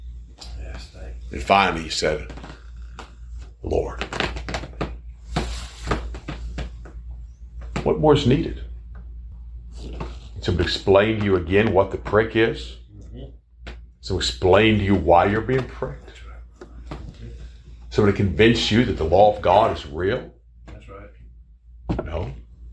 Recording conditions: large echoing room